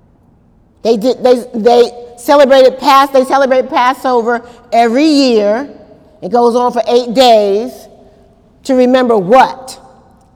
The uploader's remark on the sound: During Wednesday night service on April 11, 2018